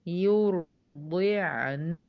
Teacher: لازم أساوي في الزمن بين حرف الر وبين حرف العين في هذه الكلمة · Term: زمن التوسط